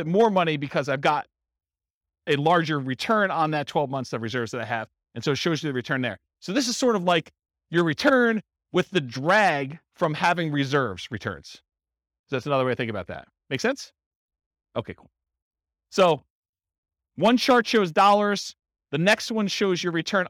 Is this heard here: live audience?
yes